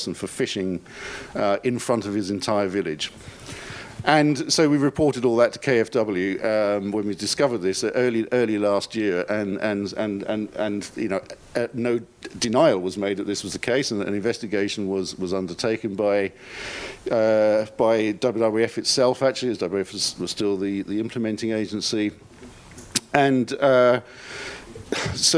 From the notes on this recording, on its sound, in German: Panel zur Tagung «Vom Aussterben bedroht?